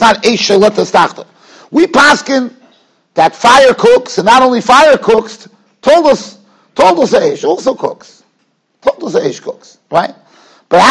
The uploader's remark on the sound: Shiur recorded in Yeshivas Ohr Reuven, Monsey, NY.